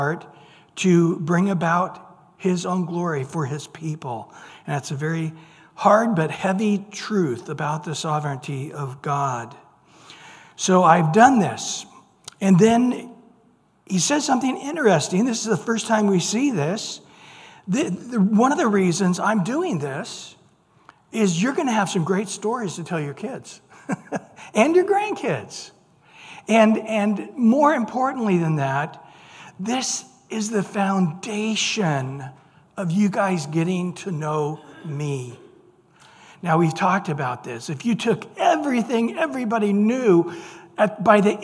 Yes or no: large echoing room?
yes